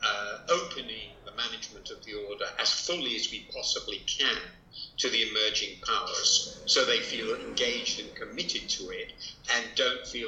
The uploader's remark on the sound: Imperfect audio quality